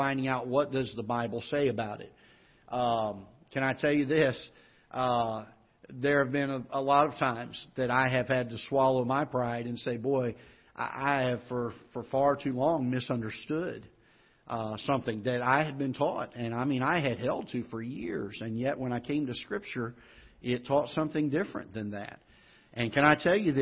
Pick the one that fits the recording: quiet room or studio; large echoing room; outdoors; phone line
large echoing room